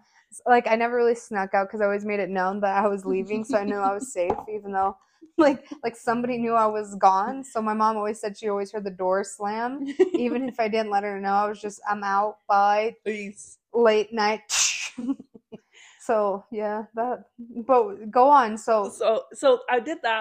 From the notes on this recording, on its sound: Our mics were not the best in this episode so we apologize in advance!